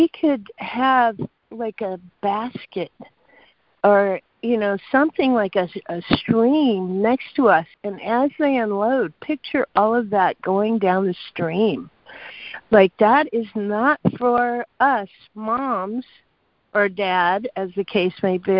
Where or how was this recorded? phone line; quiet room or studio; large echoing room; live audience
phone line